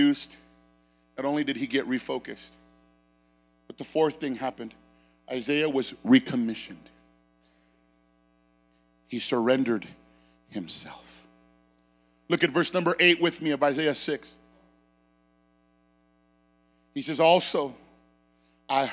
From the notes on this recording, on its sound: Sermon Preached on 1/8/23 at Phoenix First Apostolic Church